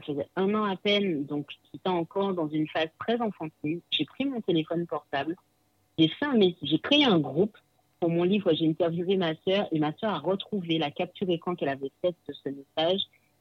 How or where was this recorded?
phone line